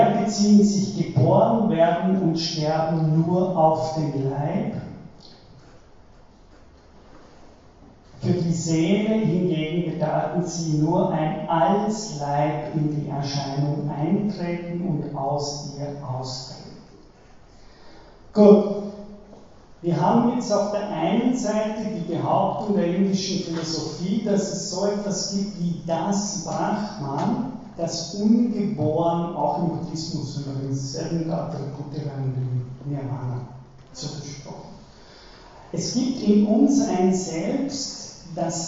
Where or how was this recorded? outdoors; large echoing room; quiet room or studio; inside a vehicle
large echoing room